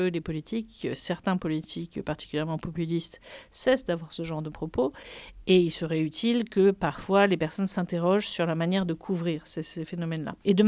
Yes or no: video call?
no